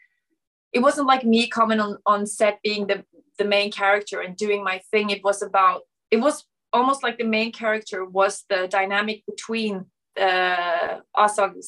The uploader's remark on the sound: Shot via Zoom, January 2022